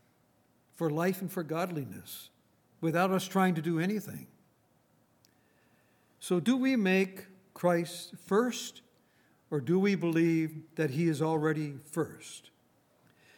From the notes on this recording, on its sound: Recorded on February 24, 2019, at Grace Bible Fellowship in Front Royal, VA.